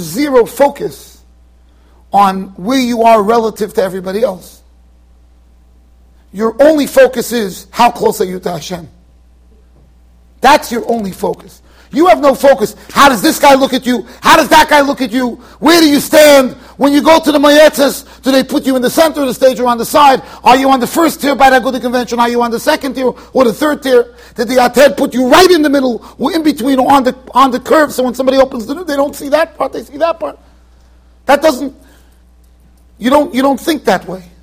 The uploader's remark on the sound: Shiur recorded in Yeshivas Ohr Reuven, Monsey NY.